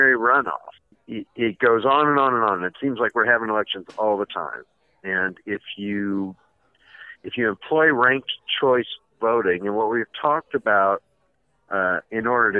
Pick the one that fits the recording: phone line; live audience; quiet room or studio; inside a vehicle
phone line